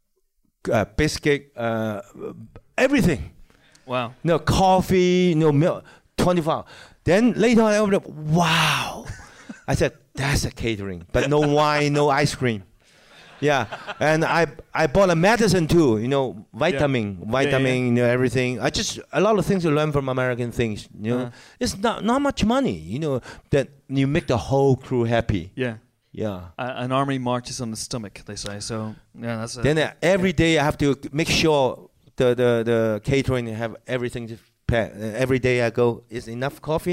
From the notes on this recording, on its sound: A special screening and Q&A at London's very own Prince Charles Cinema. Here is the recording of the interview portion of the evening.